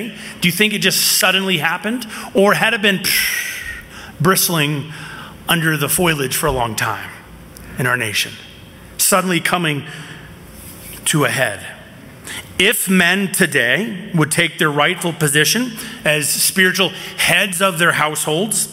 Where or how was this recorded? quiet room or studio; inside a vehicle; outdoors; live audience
live audience